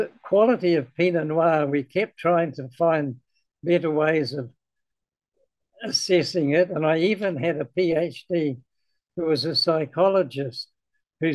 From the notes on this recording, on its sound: This interview was conducted